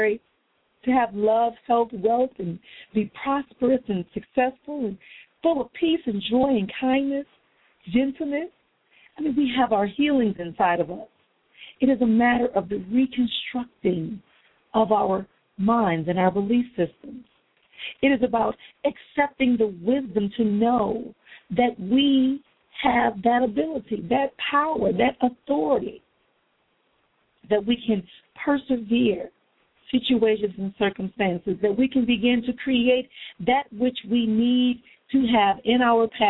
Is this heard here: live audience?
no